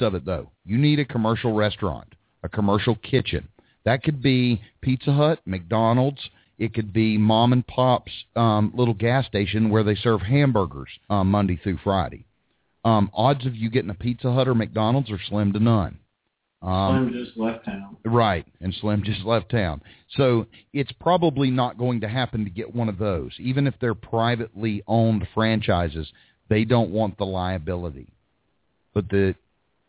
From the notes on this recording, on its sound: Live hot dog vendor and street food vendor call in show.